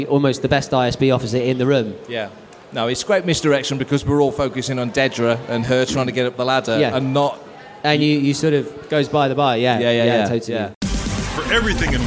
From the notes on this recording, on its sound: Making Tracks LIVE at London Film and Comic Con 2023. Fantha Tracks returned to the Star Wars Zone at London Film and Comic Con for the fourth time and recorded four episodes of Making Tracks LIVE across the weekend.